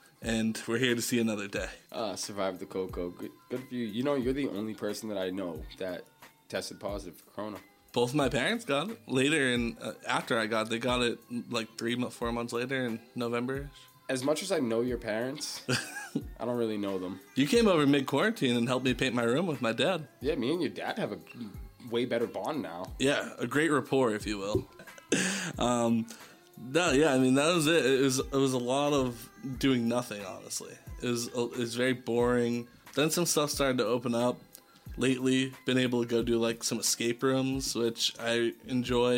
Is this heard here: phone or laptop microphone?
no